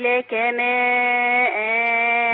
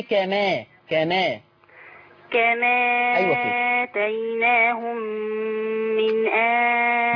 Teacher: النقل بنشيل الهمزة خالص ما بيبقاش وجود · Shown in: second take